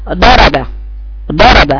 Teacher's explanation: دي ضاد لم يستعلى فيها اللسان. عشان كده لو لا بد من استعلاء اللسان في الضاد لانه حرف مستعلى مطبق.